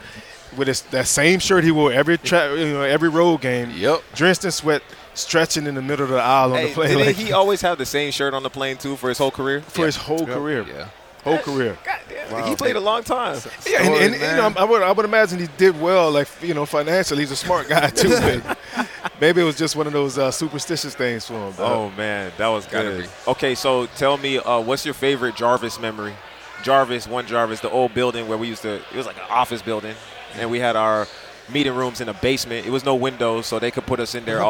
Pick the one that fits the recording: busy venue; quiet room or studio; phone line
busy venue